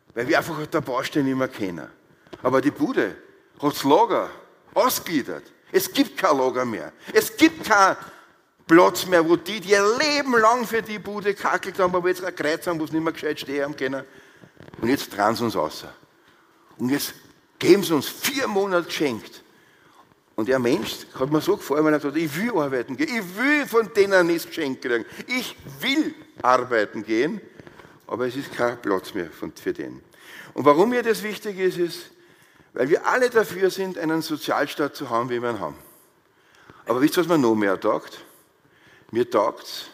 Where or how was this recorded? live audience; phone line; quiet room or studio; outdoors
live audience